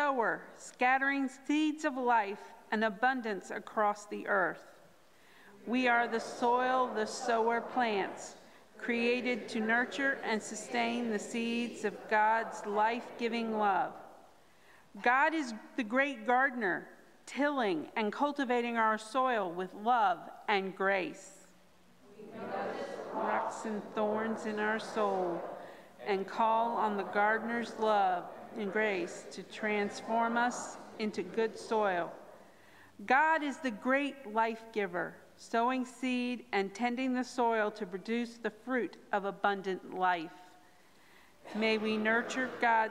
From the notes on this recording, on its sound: At Pender's Traditional Worship